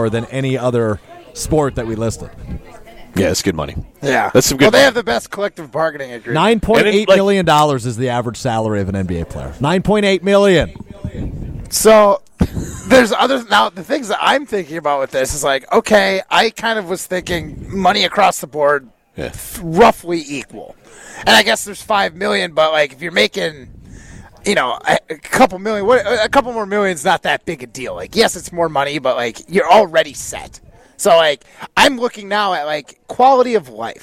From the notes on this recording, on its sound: Live at Hometown Pharmacy in Waunakee.